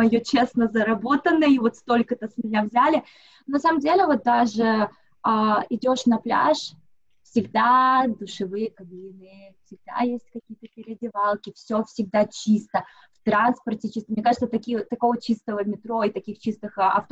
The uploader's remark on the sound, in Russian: поговорили с ней по Зуму